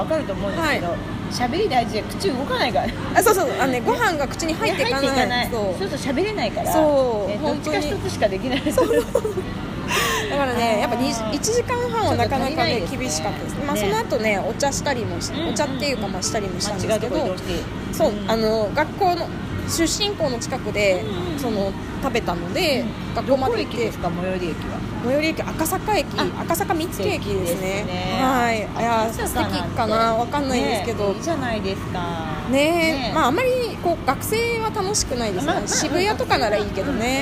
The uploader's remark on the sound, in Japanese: 外出先(流山のイトーヨーカドーのフードコート)で藤屋さんのお団子を食べながら収録しました